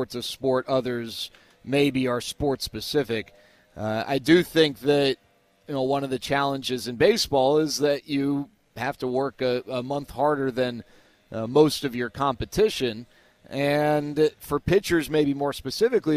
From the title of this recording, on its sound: live from Spring Training